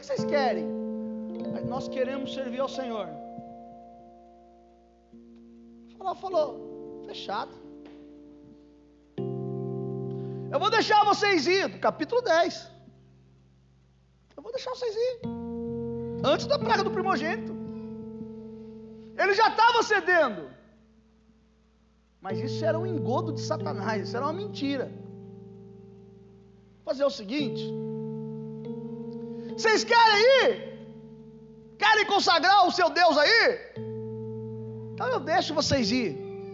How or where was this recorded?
large echoing room